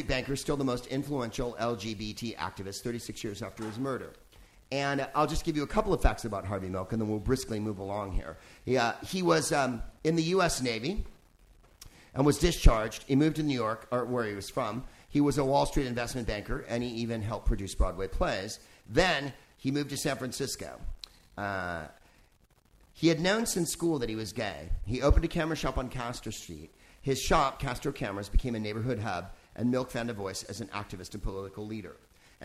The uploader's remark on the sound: Live from the Hay Festival in Wales